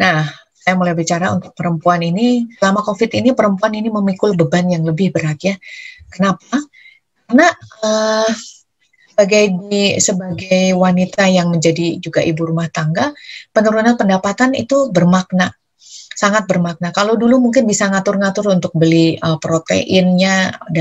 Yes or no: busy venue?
no